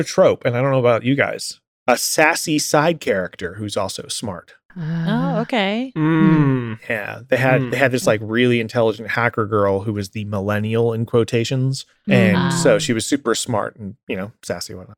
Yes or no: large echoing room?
no